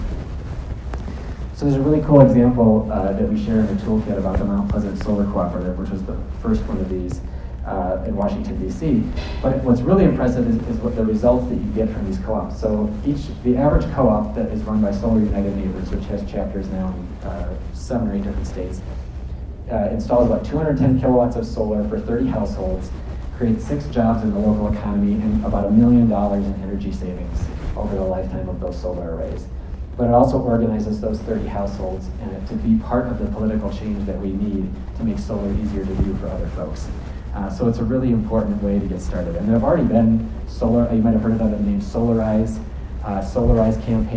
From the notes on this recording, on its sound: Alternative Energy Resources Expo. Gave a keynote address to the annual meeting and expo of AERO, a Montana organization.